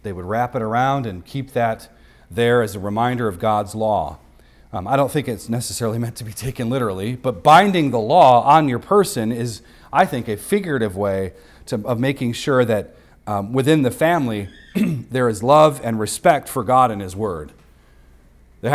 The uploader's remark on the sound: recorded on Sunday, December 3rd, 2023, at the weekly worship gathering of Cross & Crown Church.